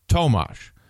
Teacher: Emphasis on the first syllable. Tomash. The Czech way of saying this, very common name here.